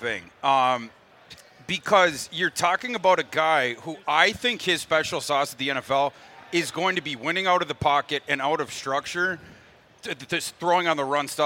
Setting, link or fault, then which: setting, busy venue